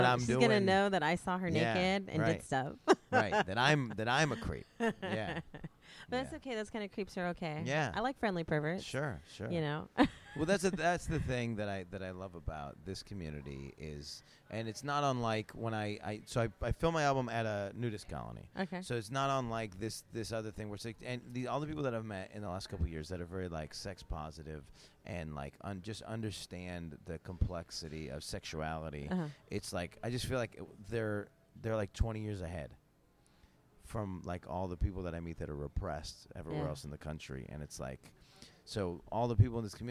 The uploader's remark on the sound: talk during Exxxotica in New Jersey